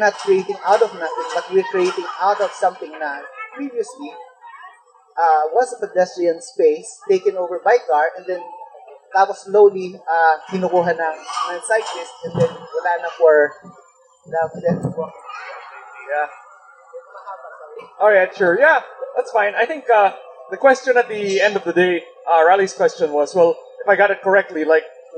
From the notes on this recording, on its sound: Recorded on 2 February 2019 at the UrbanisMO x Chevening Chat held at the Pearl Drive Carless Area, Pasig City.